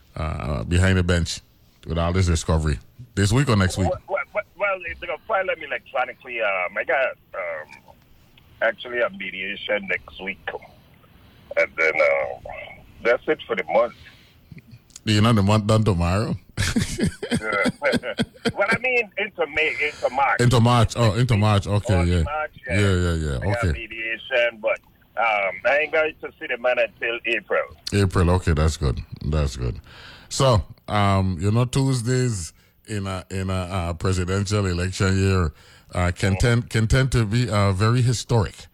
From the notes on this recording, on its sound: on the phone